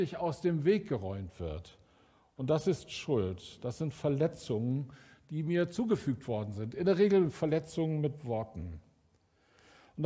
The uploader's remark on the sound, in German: Aufzeichnung der Predigt des Gottesdienstes